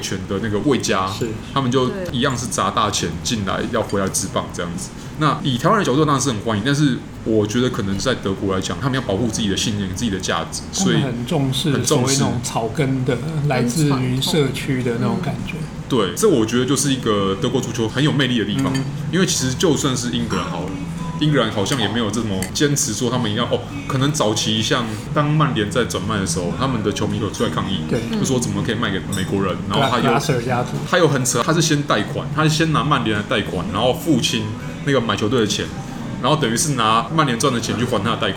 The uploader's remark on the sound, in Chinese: 本集白噪音指數：微風級 2/5。錄音地點： 點亮咖啡。